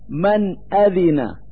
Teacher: الحكم الأول هو الإظهار، ومعنى الإظهار هو أن النون الساكنة تظهر إذا كان بعدها حرف من حروف الحلق، وهي الهاء والألف والعين والحاء والغين والخاء، مثل من أذن، فالنون الساكنة في كلمة من تظهر لوجود الألف بعدها